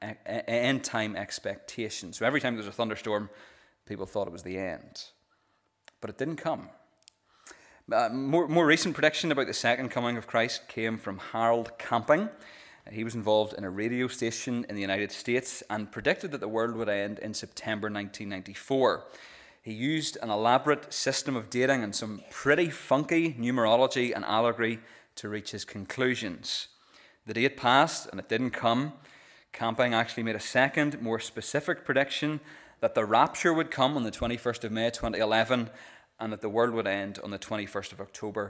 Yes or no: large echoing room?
yes